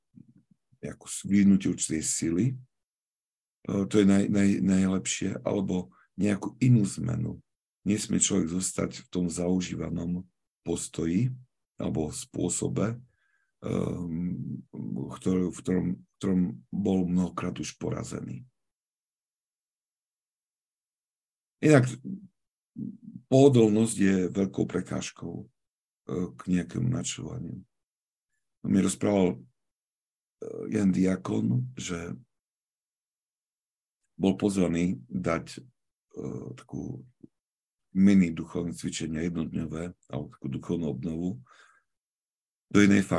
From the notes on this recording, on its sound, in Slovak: Filokalia Live - pravidelné online stretnutia prostredníctvom ZOOM